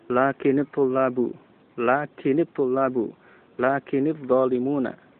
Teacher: Sukun yang pertama diganti dengan kasrah. Tujuannya untuk menghindari bertemunya dua huruf yang sukun. Ya, sehingga diucapkan lakinitullabu, lakinitullabu, lakinitdzalimuna.